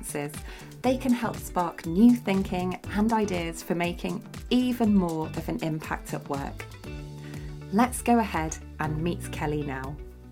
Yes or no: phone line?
no